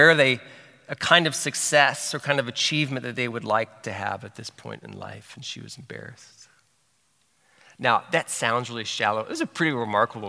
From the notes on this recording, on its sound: From Session One of our 2023 City Life Discipleship Conference